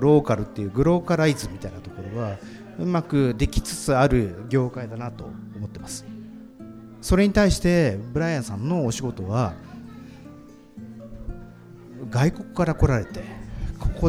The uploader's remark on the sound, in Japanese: スピンオフ企画：沼津フィッシュマーケット・タップルーム22周年祭。公開収録致しました。今回は対談後の質問会になります。今回は、ぬまずっきゅーん初の公開収録となりました。